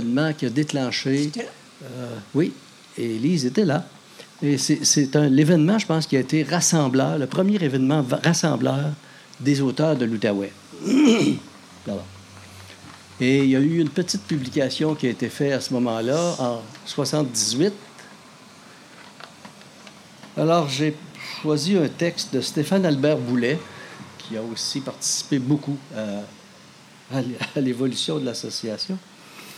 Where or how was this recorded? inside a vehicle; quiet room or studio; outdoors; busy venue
outdoors